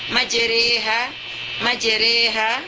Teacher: Imalah itu ialah membaca alif tidak sempurna alif dan ya tidak sempurna ya, tetapi alif itu kita baca miring ke harfu ya. Sebab dalam qiraat kita cuma satu saja yang ada imalah, ialah majreha.